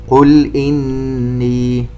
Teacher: نغن النون المشددة بمقدار 2 حركات